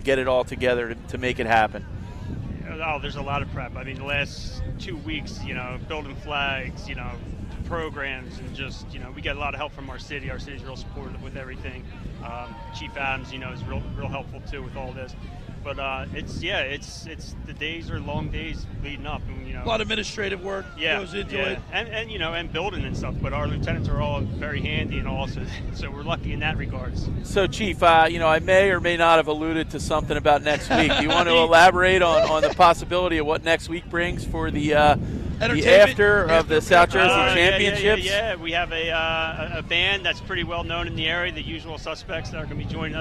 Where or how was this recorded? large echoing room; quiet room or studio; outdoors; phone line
outdoors